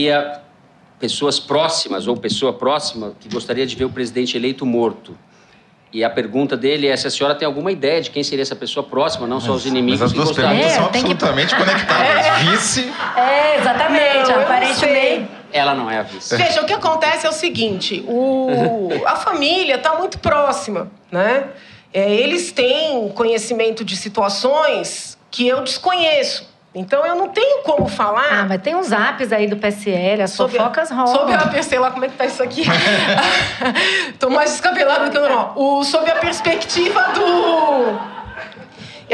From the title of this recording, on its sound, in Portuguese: Ao vivo no Festival